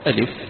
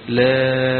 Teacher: يعني تقول ألف هي هكذا ألف، ما فيش مد ولا غير، لكن في اللام تمد مدا طويلا، لام وست حركات مثل هذا تقريبا هذا القبض الأصبع أو بسط الأصبع، هذا شيء تقريبا.